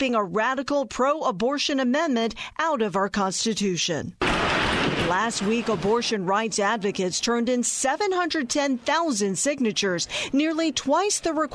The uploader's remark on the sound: Portions of a news conference held Thursday in front of the Ohio Statehouse.